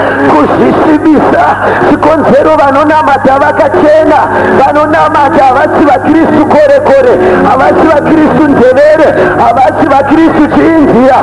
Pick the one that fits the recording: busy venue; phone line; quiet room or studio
busy venue